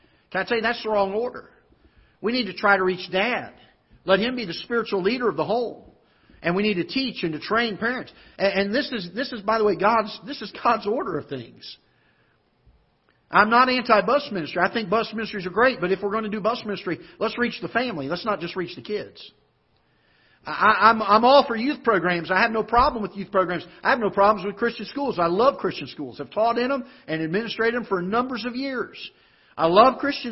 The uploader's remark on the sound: This is a live broadcast from the auditorium of Ketha Heights Baptist Church in Festus, Missouri